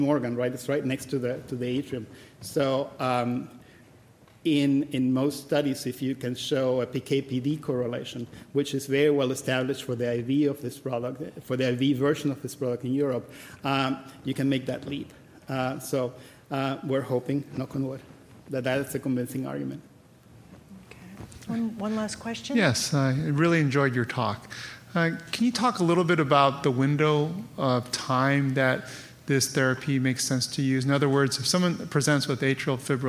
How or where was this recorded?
busy venue